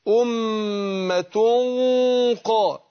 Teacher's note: أنا بفخم الغنة نفسها فأقول إيه أمة قا، يبقى بفخم الغنة نفسها أمة قائمة يتلون آيات الله.